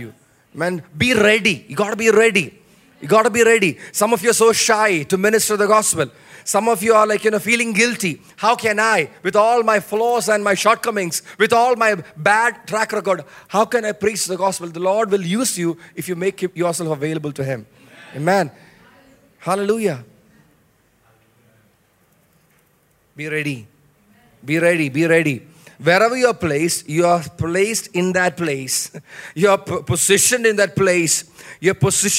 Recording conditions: live audience